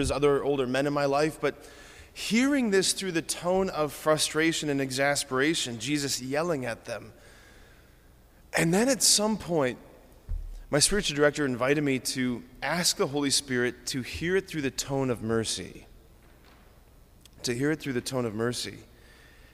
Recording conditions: large echoing room